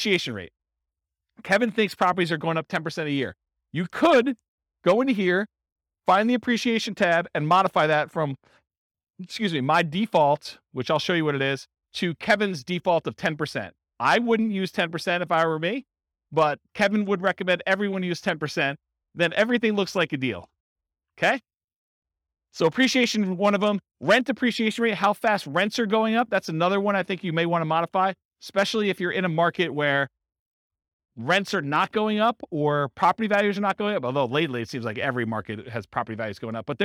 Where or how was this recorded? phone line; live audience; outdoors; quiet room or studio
live audience